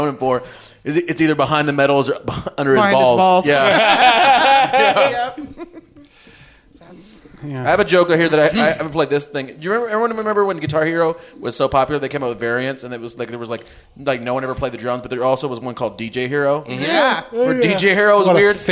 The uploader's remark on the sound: Recorded live at Kickstand Comedy Space in Portland, Oregon.